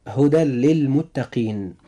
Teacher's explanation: هدى للمتقين، نجد أن في كلمة هدى تنتهي بتنوين في نهاية نطقنا لكلمة هدى، ونجد أن اللام في كلمة للمتقين جاءت بعد هذا التنوين، فإذا جاءت اللام بعد التنوين فيجب أن يحدث إدغام بغير غنة عند النطق